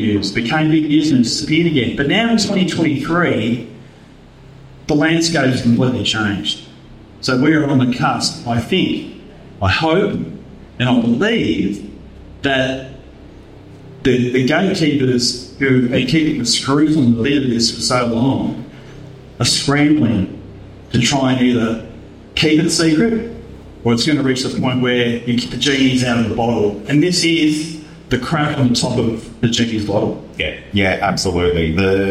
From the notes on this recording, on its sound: Cardwell UFO Festival Live Show. This is a replay of the live round table discussion held at the Australian UFO Festival in Cardwell in August 2023.